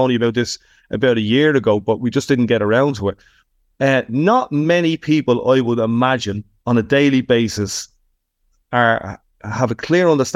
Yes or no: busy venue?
no